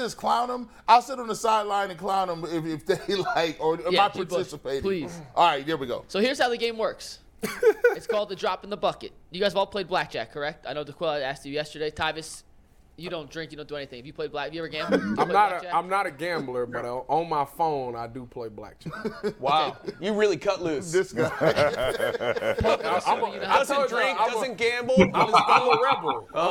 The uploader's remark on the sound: the show live from The Clevelander Bar & Grill